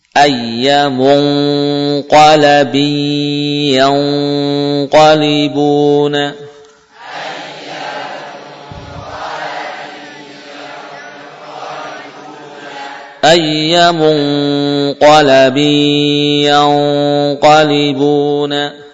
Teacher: suaranya murni melewati khayshum, gunanya guna yang utuh · Term: gunnah ikhfa